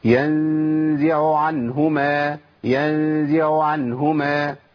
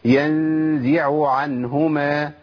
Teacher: العين الأولى بقت باهتة، ما كانتش باينة خالص · Shown in: first take